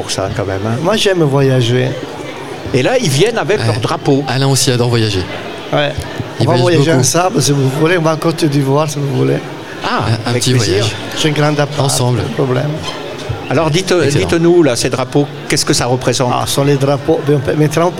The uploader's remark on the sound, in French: Dans le cadre de la Foire Internationale de Montpellier 2023, Radio Aviva était en direct depuis le Hall B2 pendant neufs jours.